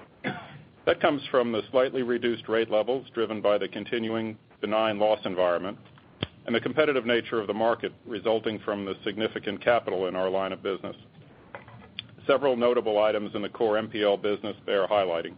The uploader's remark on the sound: ProAssurance Earnings Conference Call